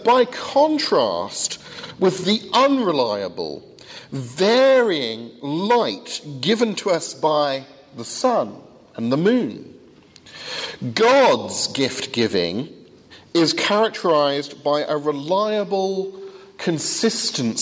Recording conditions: large echoing room